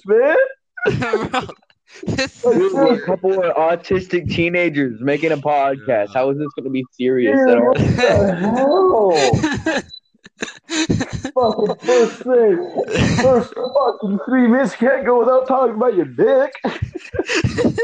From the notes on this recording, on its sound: our mics keep cutting out